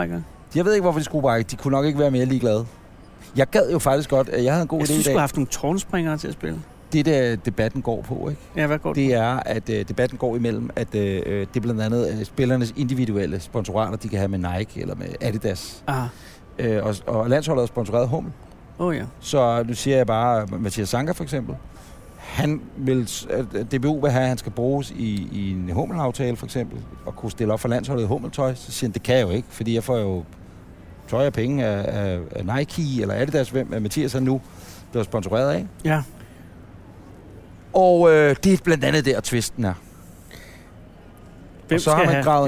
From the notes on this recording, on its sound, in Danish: Dette afsnit er optaget på molen i Københavns Nordhavn.